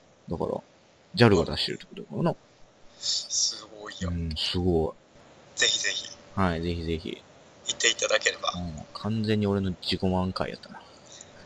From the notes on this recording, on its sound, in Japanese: 今回はSkype収録となり